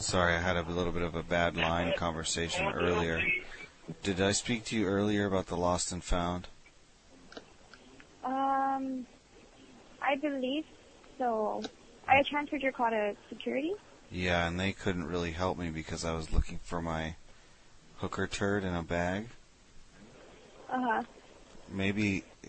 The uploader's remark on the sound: Prank Phone Calls